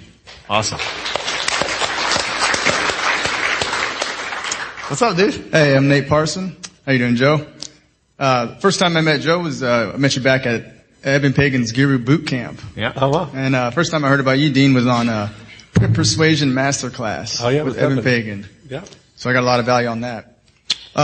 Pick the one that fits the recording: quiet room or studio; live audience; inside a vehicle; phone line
live audience